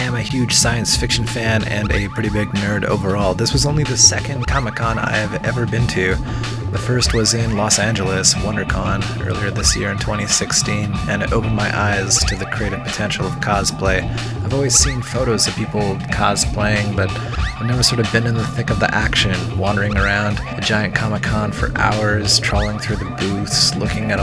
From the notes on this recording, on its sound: Reporting live from Emerald City ComiCon 2016